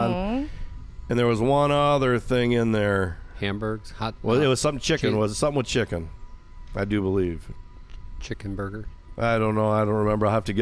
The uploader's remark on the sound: on location at Lake Arvesta on the island